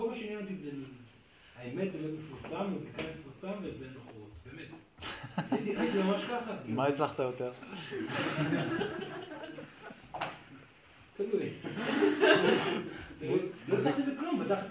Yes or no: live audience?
yes